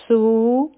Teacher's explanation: په سین کې په کار ده چې د سیټي آواز هم راشي